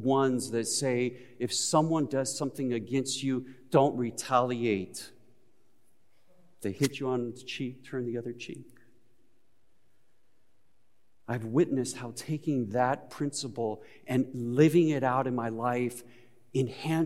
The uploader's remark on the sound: Recorded live at Beatitudes Church in Phoenix, AZ